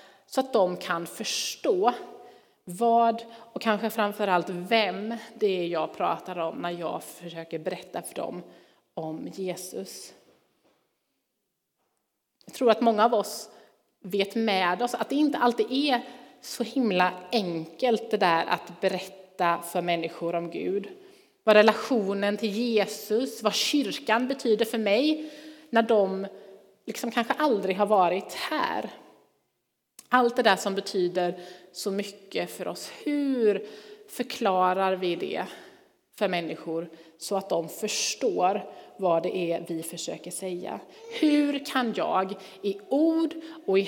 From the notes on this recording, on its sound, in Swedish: Inspelning från Immanuelskyrkan Skövde.